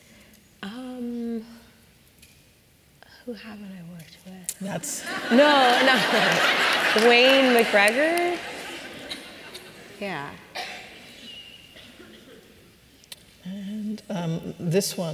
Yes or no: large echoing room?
yes